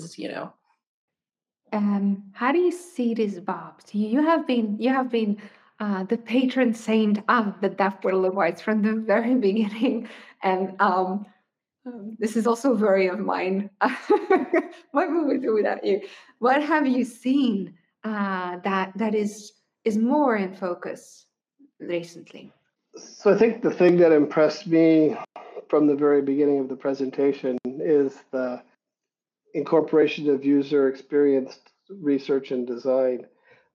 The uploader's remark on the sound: In the Special Edition series, we share interviews with the jurors which were recorded during the online Awards Gala events in November, 2023.